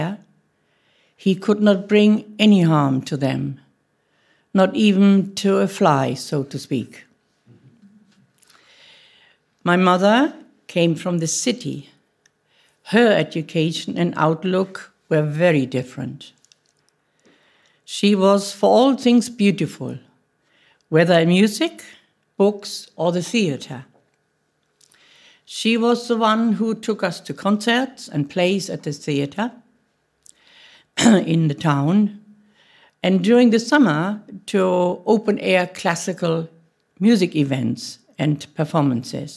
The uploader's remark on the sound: Audio from a sermon in Hatch End